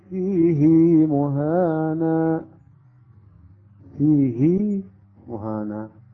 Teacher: صحيح الآن قلنا لا تمد، هنا استثناء فقط في هذه الكلمة فيه مهانة، حفص عند القراءة يشبع هذه الهاء، يعني نقرأ مثلا هكذا فيه مهانة، فيه مهانة يعني ياء هنا.